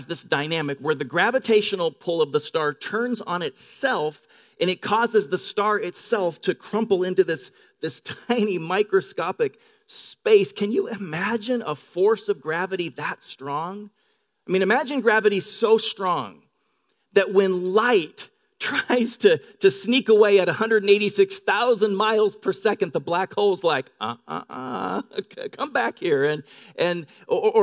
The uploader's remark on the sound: Delivered on 13 May 2018 at Grace Church of La Verne